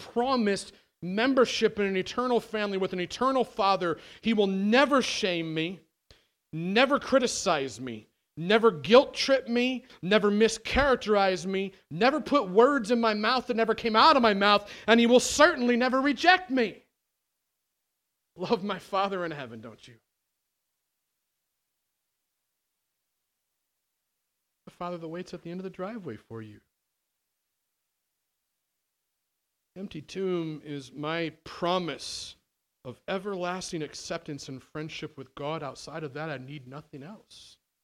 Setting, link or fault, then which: setting, large echoing room